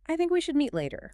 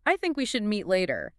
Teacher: You can just hear it dragging and creaking. · Shown in: first take